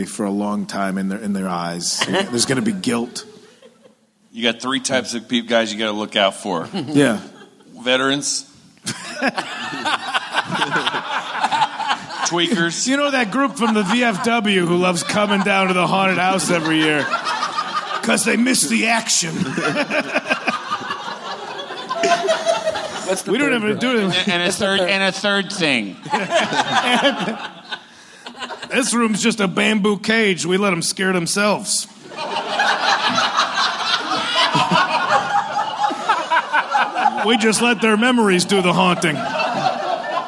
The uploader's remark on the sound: Live from LA Podfest